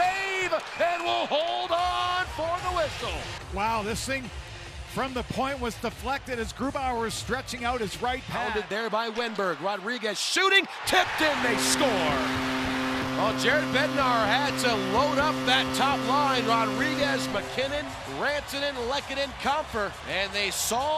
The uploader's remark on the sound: Radio calls from the booth. From Ball Arena.